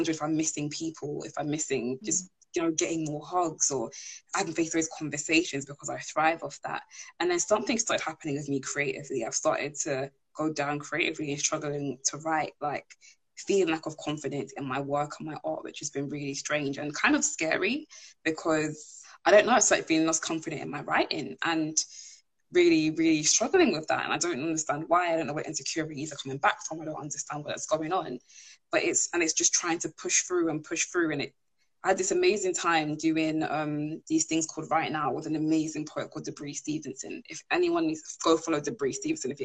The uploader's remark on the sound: live Instagram interview